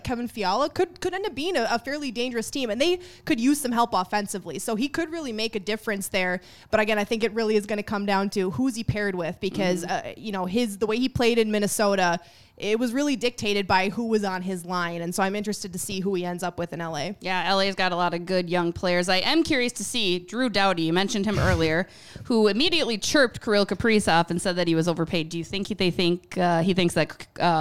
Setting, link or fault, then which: setting, busy venue